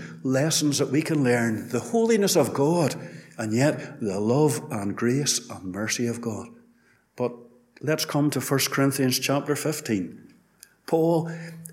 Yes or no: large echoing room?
yes